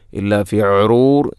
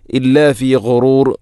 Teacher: ഗൈന്, ഗൈ തൊണ്ടയുടെ ഏറ്റവും മുകൾ ഭാഗം · Shown in: second take